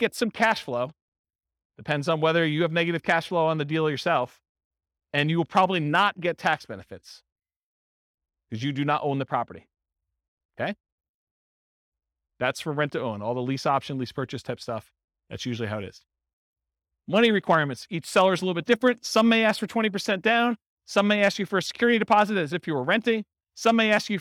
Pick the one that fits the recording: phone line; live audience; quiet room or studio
live audience